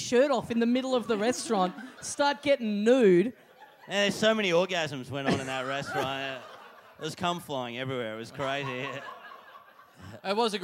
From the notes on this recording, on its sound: Recorded LIVE at the OZO Chaweng Resort in Koh Samui on June 1, 2017.